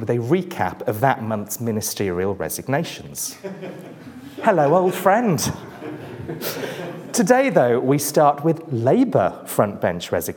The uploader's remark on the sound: The speakers present their work in an exciting, quickfire format. Each speaker had eight minutes, followed by eight minutes of questions from the audience.